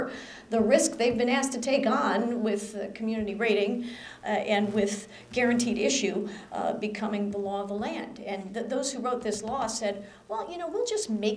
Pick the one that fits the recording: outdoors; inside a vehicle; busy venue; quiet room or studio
busy venue